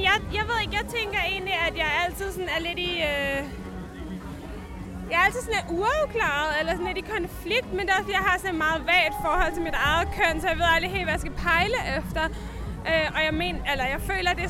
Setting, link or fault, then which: setting, busy venue